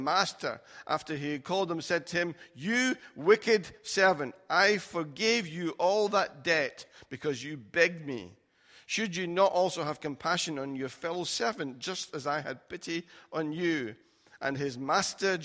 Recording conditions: large echoing room